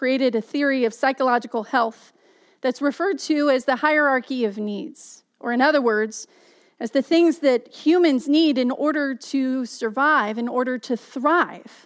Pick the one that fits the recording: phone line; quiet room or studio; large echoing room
large echoing room